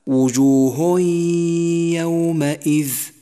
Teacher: وكذلك وجوه يومئذ، جاء التنوين وبعده حرف الياء، والياء حرف إدغام بغنة، دخل التنوين في حرف الياء واستغرق زمن الغنة حركتين وصار نطقها هكذا: وجوه يومئذ.